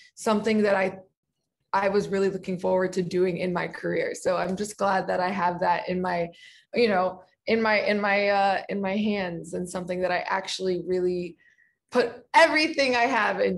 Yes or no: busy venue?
no